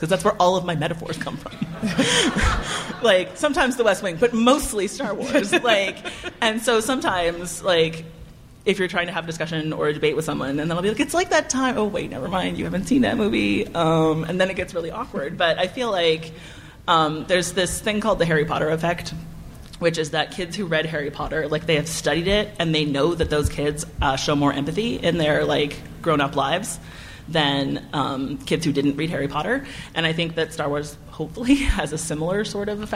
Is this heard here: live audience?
yes